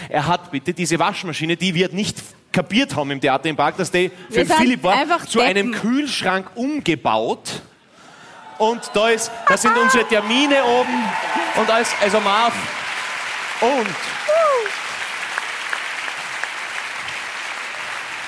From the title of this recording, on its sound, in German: Hawi D'Ehre LIVE - GLOBE WIEN